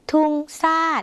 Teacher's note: เวลาเราได้ยินเสียงภาษาไทยเป็นชอช้างเราก็อาจจะเปลี่ยนเป็นซ่อสร้างในภาษาลาวค่ะ